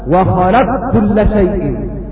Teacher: خلق كل شيء ننطق بكاف مشددة. أما إذا كان قبله ساكن فقد منع الإضغام. · Term: إضغام القاف في الكاف